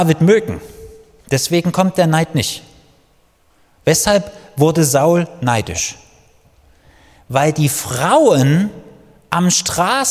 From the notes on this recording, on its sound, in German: Die Predigt ist aus dem Gottesdienst vom 22.